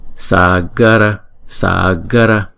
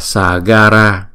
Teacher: Chữ sa này là hai nhịp, g là một nhịp, ra là một nhịp ha. · Shown in: first take · Sagara. Chữ ai này nè, chúng ta đọc là ai.